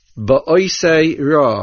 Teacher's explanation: The main accent on the word ba'oisei is on the ayin. Since this is a nasoig ochor, the word ra pushed back the main accent from the sin to the ayin.